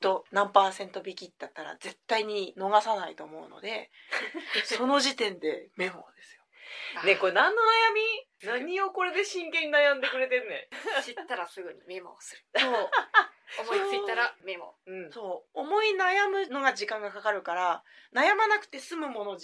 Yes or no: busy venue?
no